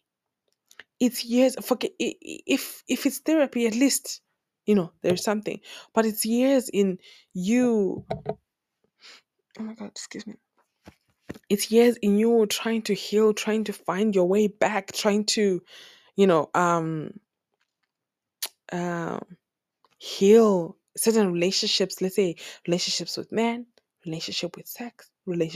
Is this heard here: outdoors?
no